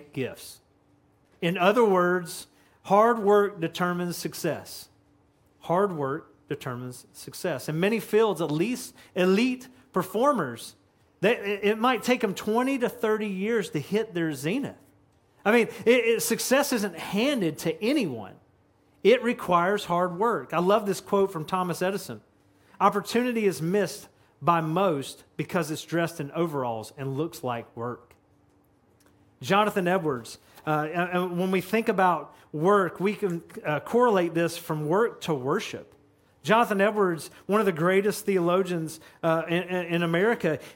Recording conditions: large echoing room